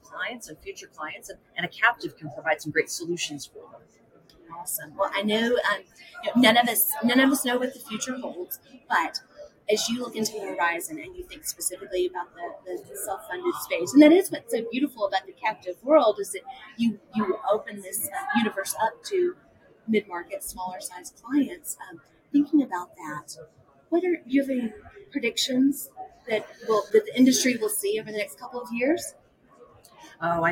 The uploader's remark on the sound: Live at the SIIA 2022 Engage Conference